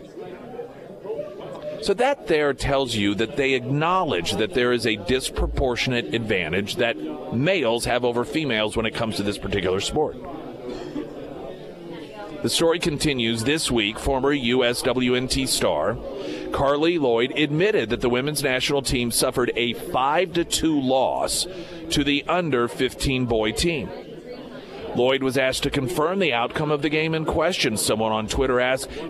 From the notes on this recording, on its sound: live at Scramblers Diner